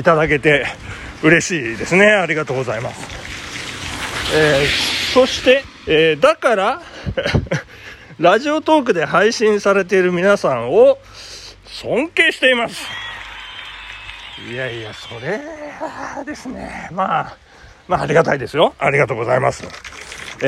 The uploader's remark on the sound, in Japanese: 朝ラン19℃。雨の中での収録。